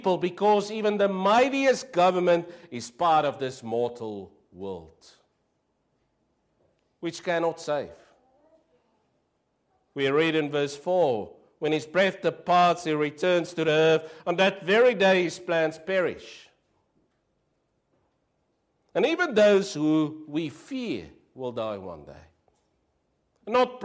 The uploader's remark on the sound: Preached 06/08/23 AM service